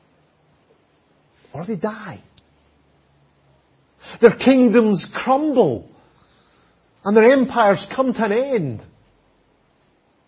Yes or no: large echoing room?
yes